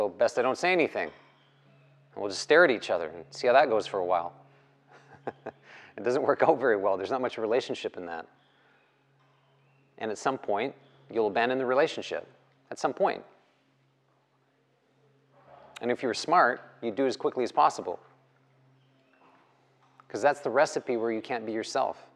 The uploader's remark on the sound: The live recorded lecture took place during a 200-hour yoga teacher training at Peace Retreat in Los Pargos, Costa Rica